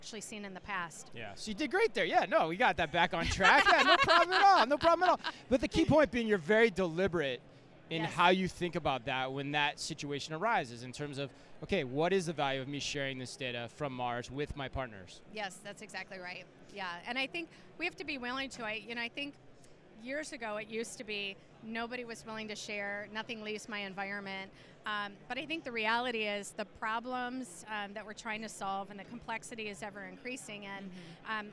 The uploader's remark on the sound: Live From Manifest 2024. LIVE FROM Manifest: The Future of Supply Chain & Logistics 2024.